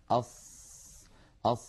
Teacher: من حروف الرخاوة لأن الصوت يمتد معها ويجري أص يجري معها الصوت والنفس كلاهما.